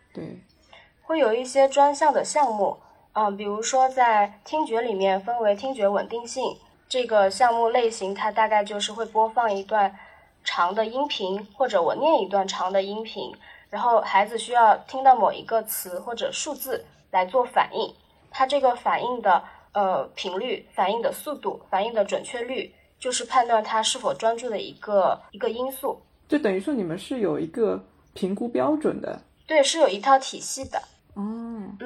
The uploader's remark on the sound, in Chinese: 本期为远程录制，音质没那么好且有少许环境音。